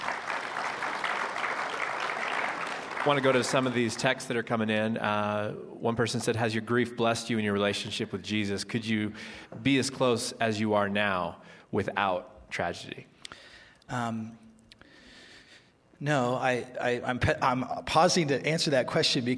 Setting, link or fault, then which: setting, live audience